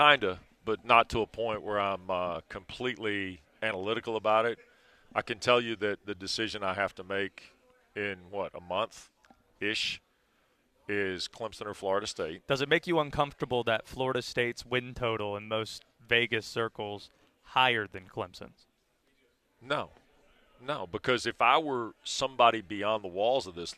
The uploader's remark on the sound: live from the NSMA Awards